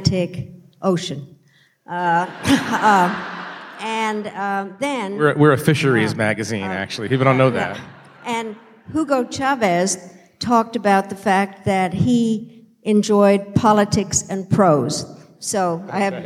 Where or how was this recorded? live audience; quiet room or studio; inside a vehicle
live audience